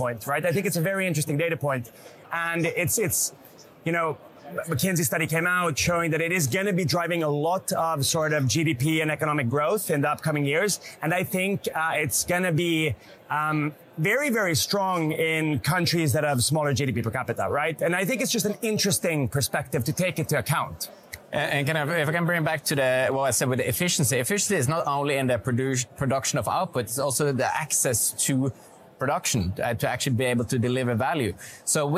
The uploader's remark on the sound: We get an exclusive insight on the live atmosphere from Oslo Business Forum 2023.